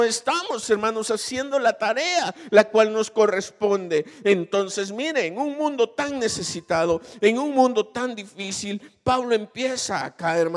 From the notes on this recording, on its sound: Recorded live. Grabado en Iglesia Genezareth.